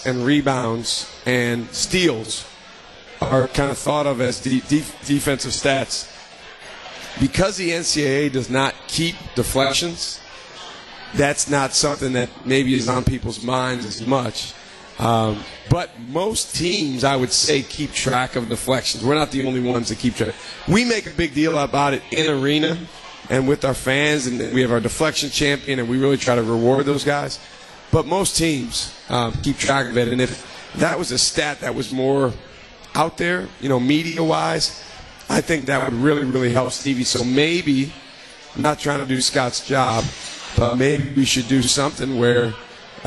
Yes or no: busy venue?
yes